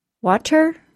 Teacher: The T in the middle of that word is following an aw sound, A-W sound, and comes before schwa plus r. So Americans will substitute a quick D sound for the T sound.